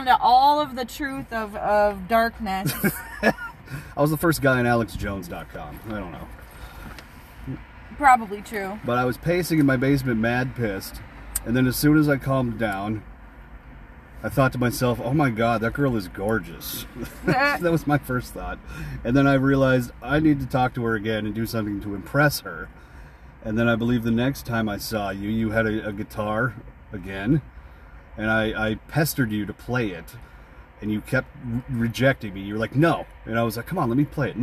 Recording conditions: inside a vehicle